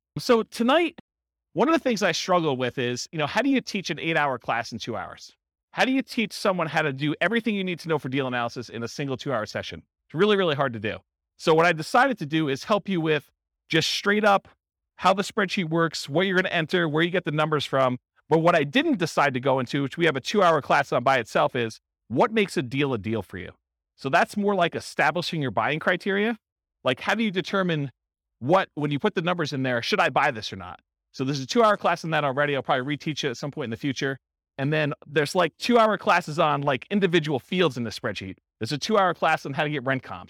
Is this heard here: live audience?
yes